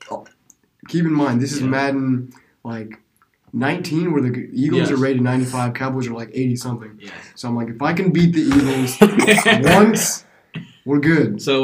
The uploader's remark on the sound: due to some *technical* difficulties this is a bit of a strange one